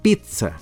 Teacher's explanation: este término se debe pronunciar aproximadamente como pizza, con el sonido T, o más relajadamente, pizza, con D